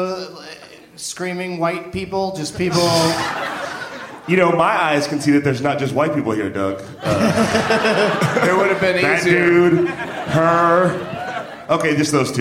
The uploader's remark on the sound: Live from the Gramercy Theatre in NYC